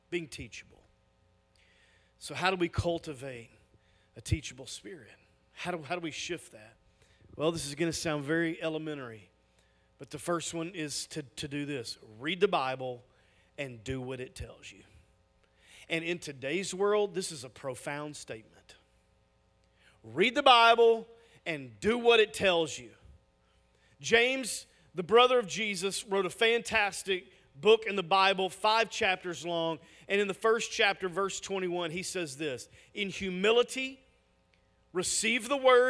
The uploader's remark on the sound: Message audio from our weekend services!